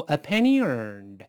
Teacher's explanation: 这个 penny 跟 earned 中间我们用半元音 e 来轻轻的过渡一下